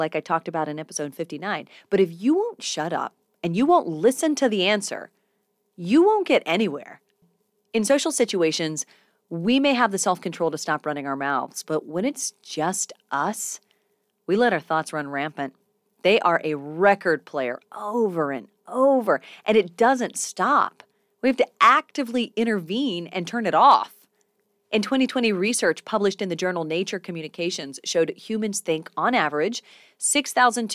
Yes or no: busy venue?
no